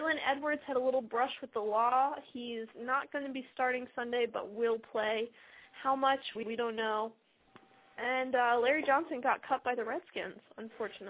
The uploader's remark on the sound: fan interaction via phone